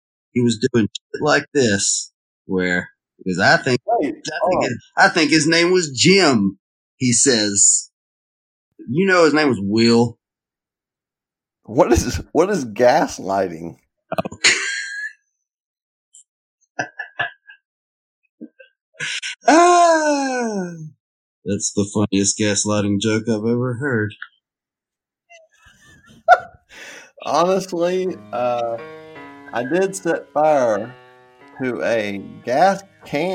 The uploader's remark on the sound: Sorry for the audio lags.